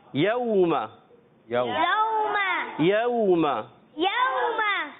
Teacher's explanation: واو لین ہے، نرمی سے ادا کریں گے بغیر کھینچے